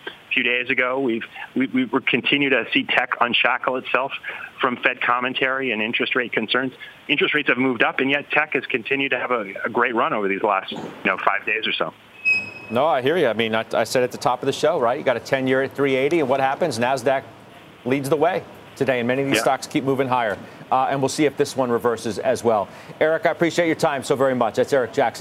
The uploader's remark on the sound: live from the New York Stock Exchange